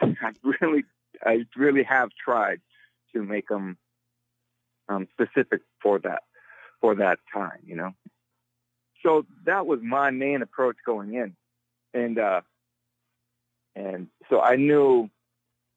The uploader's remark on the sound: Phone interview.